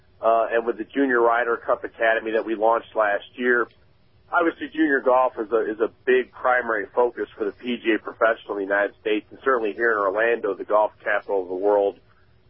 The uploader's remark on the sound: called